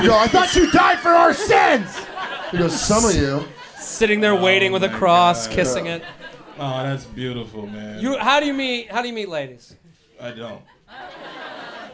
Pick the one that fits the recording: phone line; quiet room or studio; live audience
live audience